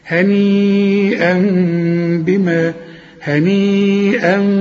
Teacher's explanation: يبقى العلماء بيسموها إقلاب، أقلب التنوين لميم ونخفيها بالشفايف ونغنها